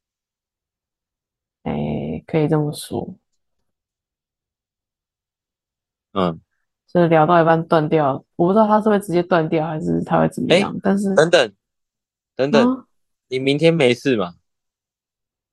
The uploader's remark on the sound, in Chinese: 第一次遠端錄音